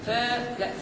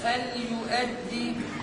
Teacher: يعني ما نجعلش مد بين الفاء واللام · Shown in: second take